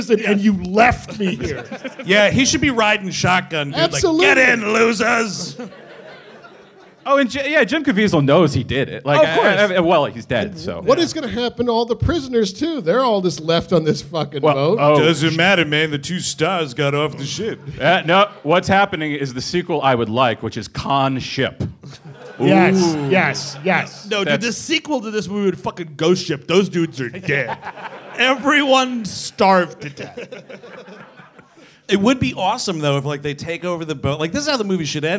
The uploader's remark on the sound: Live in Boston. Recorded live at Laugh Boston. In Boston, Massachusetts.